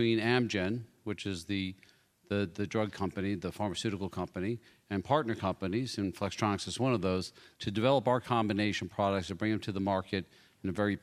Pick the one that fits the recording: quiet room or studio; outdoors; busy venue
busy venue